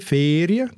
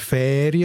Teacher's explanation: Das erste «e» ist lang. In meinem Fall ist es ein geschlossenes «e» · Shown in: first take · Ferien. Der Baselbiet würde Ferien sagen, also offener.